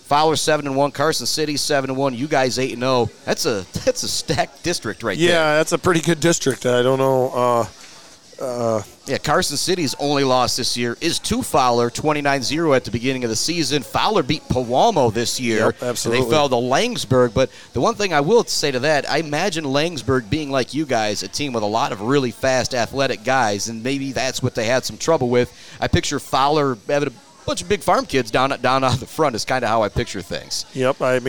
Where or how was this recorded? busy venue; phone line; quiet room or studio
busy venue